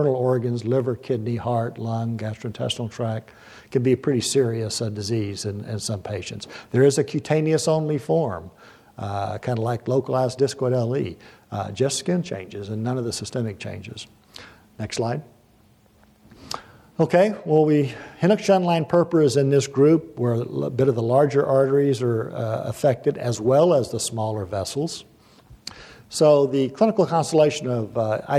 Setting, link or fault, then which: setting, live audience